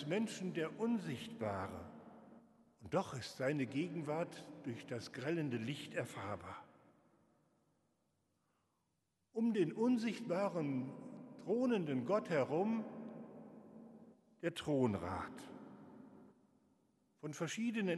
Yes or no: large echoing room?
yes